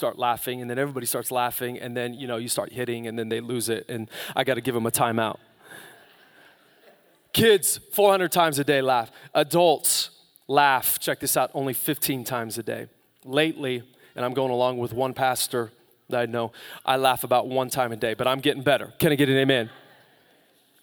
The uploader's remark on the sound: Live from Capital Church on Christmas Eve 2019